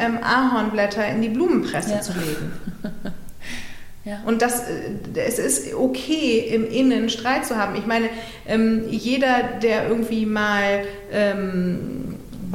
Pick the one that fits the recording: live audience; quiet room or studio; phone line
live audience